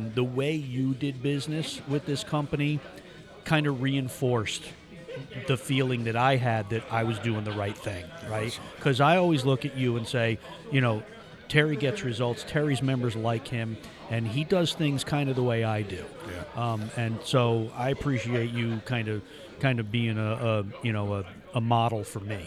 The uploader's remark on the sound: We're on location at the annual Veterans Day celebration